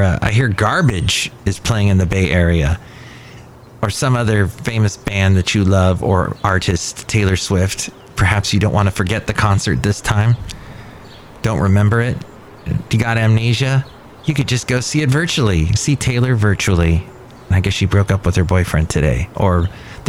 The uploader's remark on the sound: podcasts live from Café Anyway